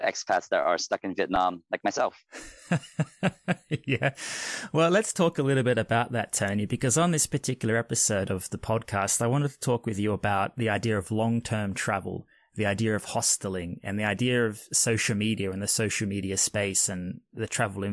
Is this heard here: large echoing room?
no